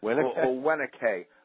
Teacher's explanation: the V is a W when it begins a syllable